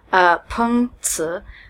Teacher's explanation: Peng is the down tone, fourth tone, and then Zi is the second tone.